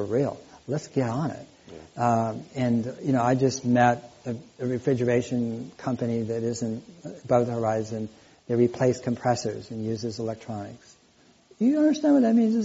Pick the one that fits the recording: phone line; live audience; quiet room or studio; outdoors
live audience